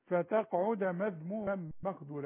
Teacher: وبعدين فتقعد الدال مفتوحة فتقعد، اما اسكنها اذا وقف اقول فتقعد، انما عند الوصل مفتوح الدال فتقعد مذموما مخذولا